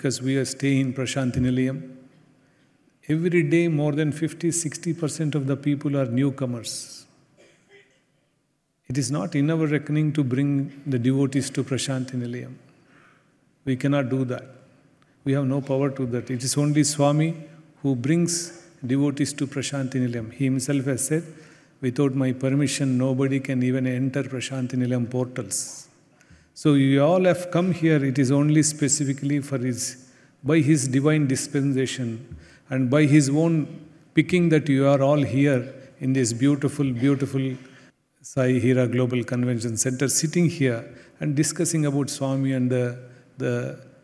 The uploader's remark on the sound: Address during the Center Leaders Conference in Prasanthi Nilayam.